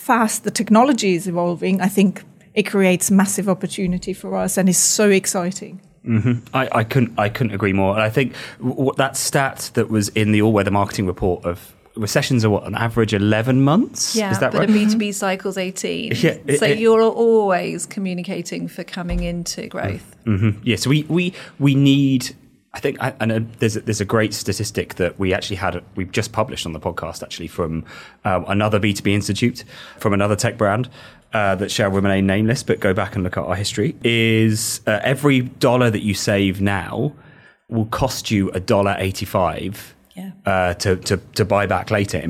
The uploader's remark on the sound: recorded live after our recent event with the LinkedIn B2B Institute